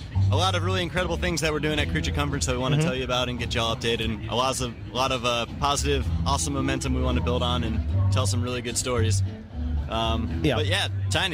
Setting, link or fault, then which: setting, busy venue